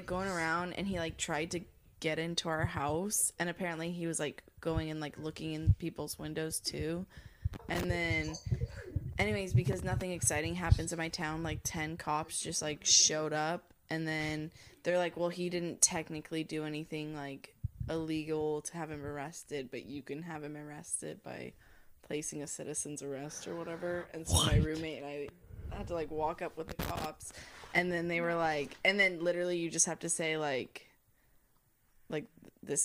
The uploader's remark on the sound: please bare with us on the audio quality as we are still learning our new equipment